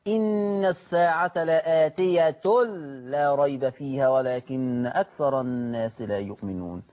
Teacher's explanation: الأمر الثاني في هذه الآية إن عندي إضغام بغير غنة، وأنا كنت اتكلمت قبل كده إن لما بنضغم في اللام نضغم بغير غنة